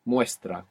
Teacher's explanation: We don't need to roll the R here because it's just one R.